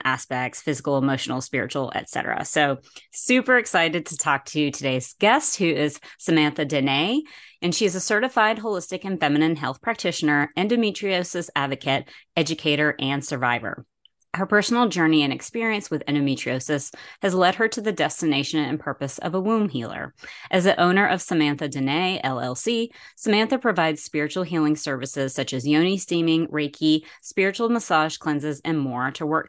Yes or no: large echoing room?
no